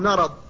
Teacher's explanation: فالميم من المرض تجاورها الضاد أيضا المستعلية المطبقة وبينهما الراء، فلذلك لا بد من الحفاظ عليها حتى لا تستعلي أيضا، لا بد من الحفاظ على استفالها فتقول مرض.